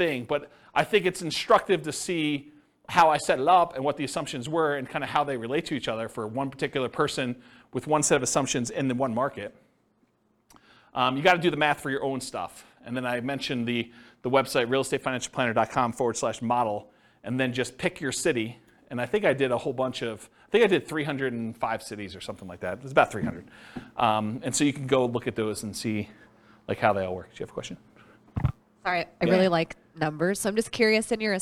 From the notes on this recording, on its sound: This was a live class recorded.